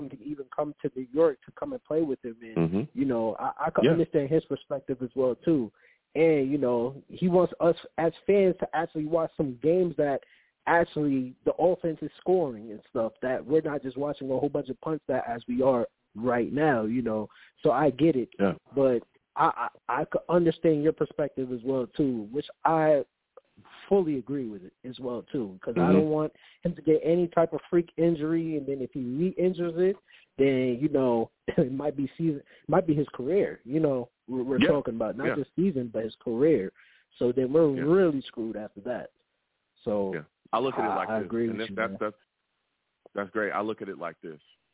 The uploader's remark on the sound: I take live callers!